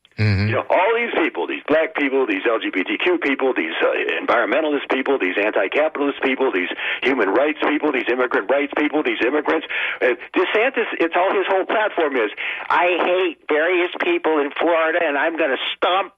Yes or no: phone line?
yes